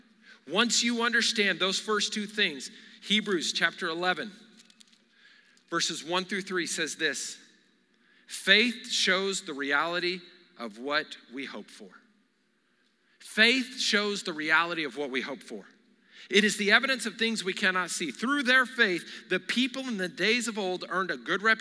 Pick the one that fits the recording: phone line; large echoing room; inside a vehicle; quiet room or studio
large echoing room